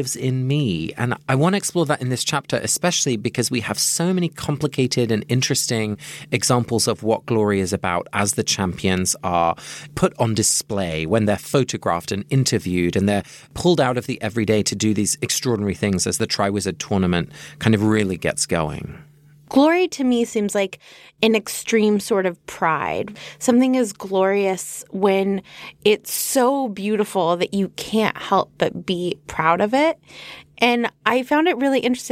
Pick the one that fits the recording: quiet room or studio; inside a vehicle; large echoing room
quiet room or studio